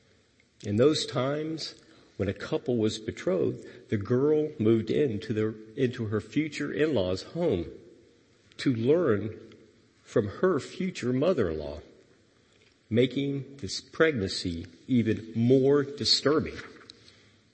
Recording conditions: large echoing room